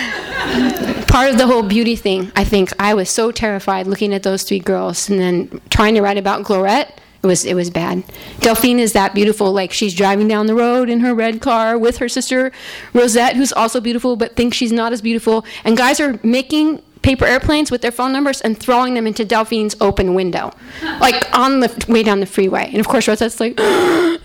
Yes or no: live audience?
yes